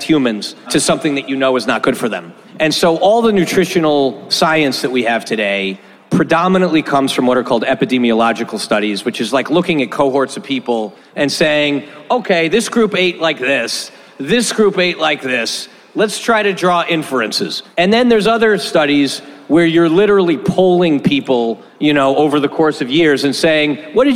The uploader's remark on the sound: This was our first LIVE episode, which we recorded at Cosmic Coffee & Beer Garden in Austin, TX during SXSW.